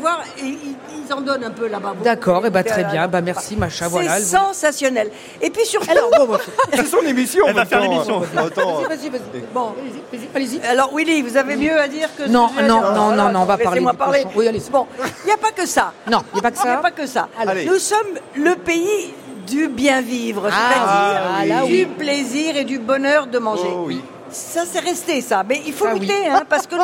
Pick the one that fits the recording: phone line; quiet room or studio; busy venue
busy venue